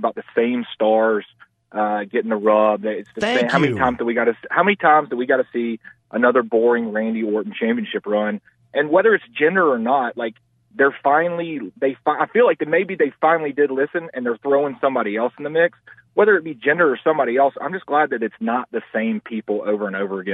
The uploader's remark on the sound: the guys take your phone calls!